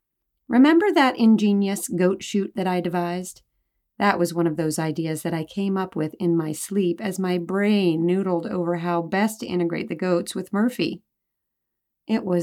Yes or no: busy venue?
no